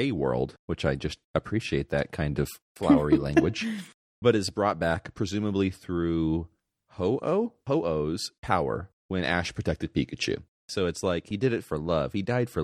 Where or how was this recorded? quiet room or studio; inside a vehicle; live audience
quiet room or studio